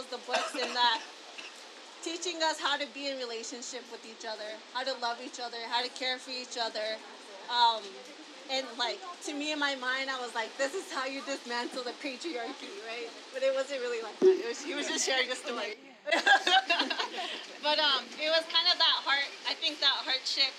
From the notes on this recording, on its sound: A Tewa Women United Event.